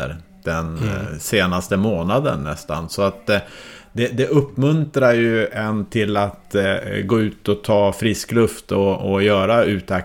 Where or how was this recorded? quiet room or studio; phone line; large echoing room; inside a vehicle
quiet room or studio